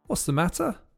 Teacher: Lots of T's are dropped, and the word the links with the S from is, and you get s. · Term: heavily contracted